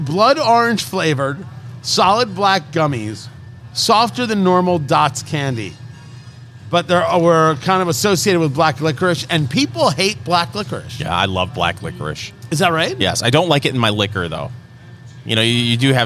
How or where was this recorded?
busy venue